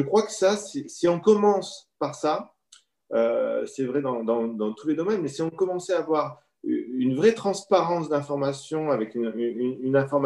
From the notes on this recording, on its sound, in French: En visio.